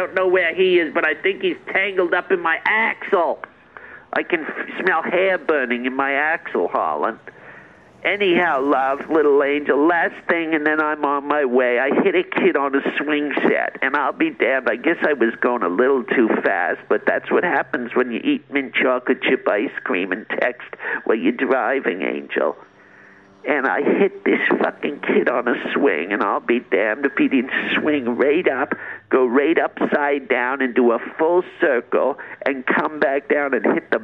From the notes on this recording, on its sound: Does some live STAND UP about Aliens. Calls in and tries texting while she's driving.